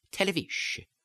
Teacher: instead of a full television, they would just say televish, as if the last syllable is disappearing altogether